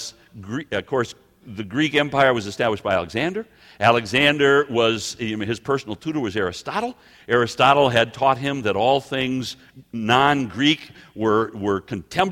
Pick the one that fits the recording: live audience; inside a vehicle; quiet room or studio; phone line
live audience